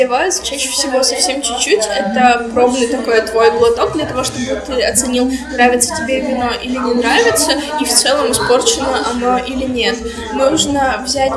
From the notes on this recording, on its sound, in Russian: Кофейня Характер (спасибо им за локацию!) слишком прекрасна и помимо нас там были еще посетители. Именно по этой причине звук не идеален.